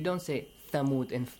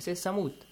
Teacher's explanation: Like in Farsi, you don't say Tha. You say Sa instead. · Shown in: second take · Sin, Sad, and Tha all are the same.